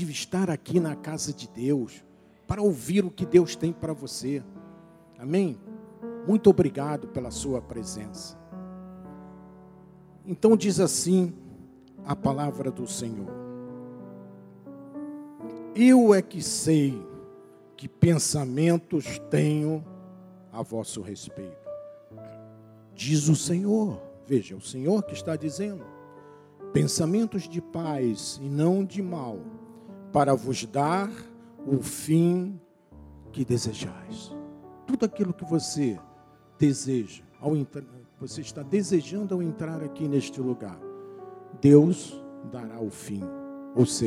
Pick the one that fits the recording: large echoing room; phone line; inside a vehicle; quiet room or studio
large echoing room